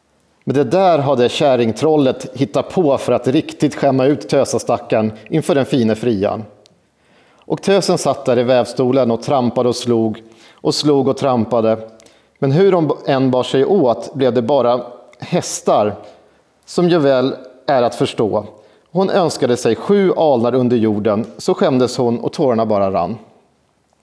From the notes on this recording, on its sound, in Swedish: Besökte vi Sätergläntan – institutet för slöjd och hantverk i Dalarna. Ett fantastiskt trevligt evenemang där vi inför publik berättade.